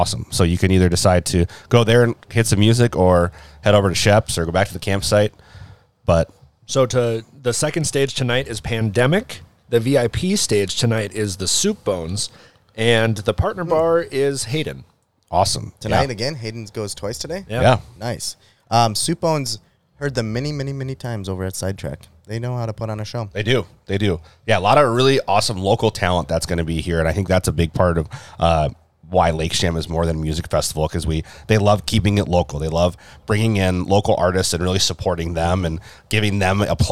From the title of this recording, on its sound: Live at Lakes Jam